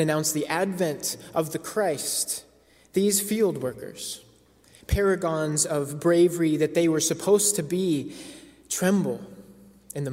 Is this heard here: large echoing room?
yes